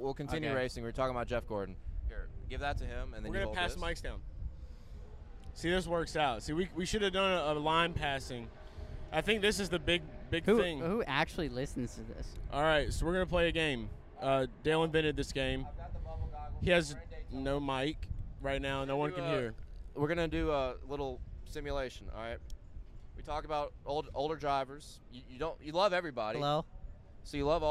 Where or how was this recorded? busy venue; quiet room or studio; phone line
busy venue